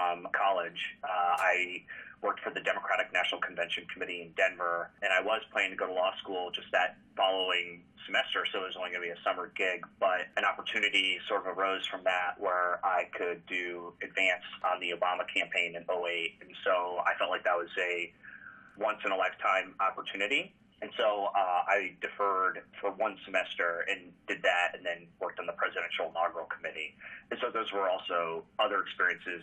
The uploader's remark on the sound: sits down by phone